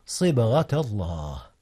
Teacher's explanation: قلقلة في باء صبغة